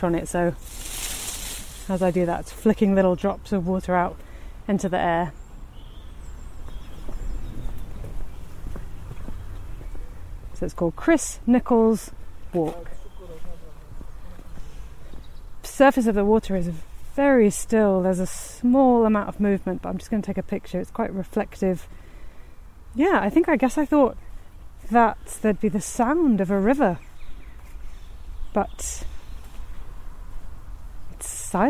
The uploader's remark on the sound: This podcast is recorded in 3D sound! She invites you to join her out and about as she captures those small, magical moments of everyday life, in sound. River Ouse.